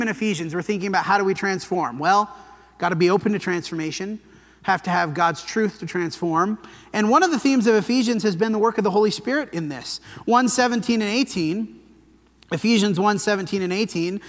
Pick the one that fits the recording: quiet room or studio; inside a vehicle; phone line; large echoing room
large echoing room